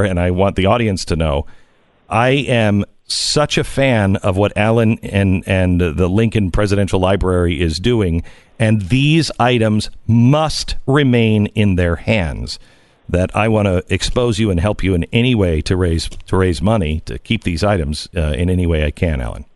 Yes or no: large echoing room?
no